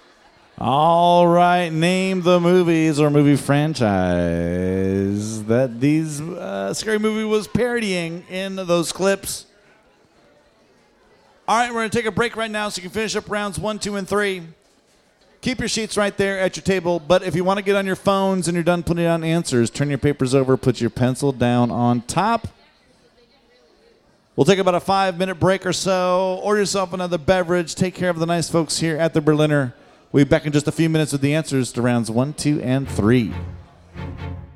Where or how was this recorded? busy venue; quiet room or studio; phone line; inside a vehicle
busy venue